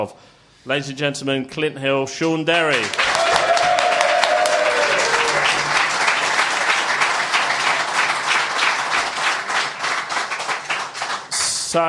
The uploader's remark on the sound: In front of a live audience at the Roundhouse.